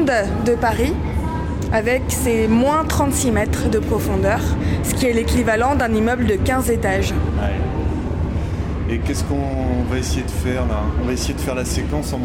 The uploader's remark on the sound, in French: Une heure dans le métro. Nous descendons et passons 58 minutes sous terre, dans les entrailles de Paris, avant de ressortir, épuisés mais contents, quelque part sur la ligne 11. Nous avons testé un prototype de micro qui permet, à travers les murs et les strates du sol, d'entendre tout ce qu'il se passe dans Paris. Enregistrée à 100 % sur le terrain ou plutôt sous le terrain !